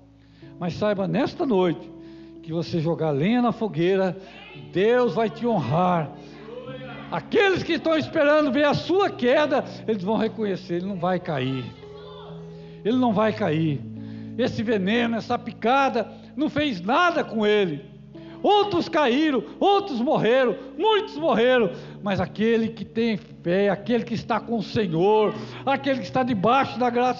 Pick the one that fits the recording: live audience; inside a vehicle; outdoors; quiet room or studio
live audience